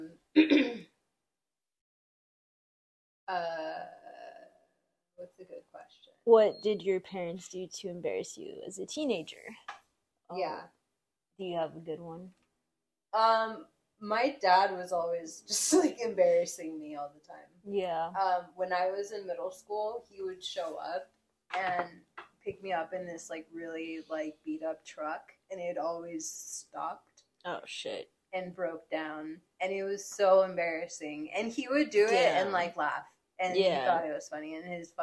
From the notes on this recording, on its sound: I know I sound far from the mic.